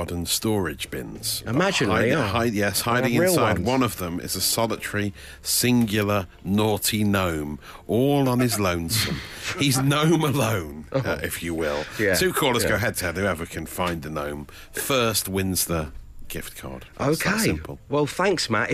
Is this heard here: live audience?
no